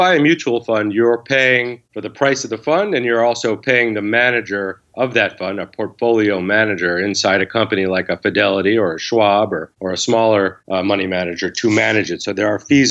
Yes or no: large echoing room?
no